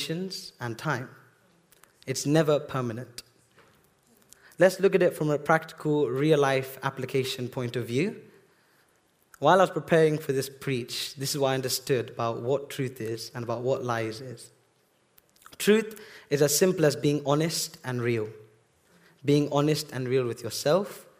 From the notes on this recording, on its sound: This sermon was recorded on Sunday 13th August 2023 at our Putnoe venue.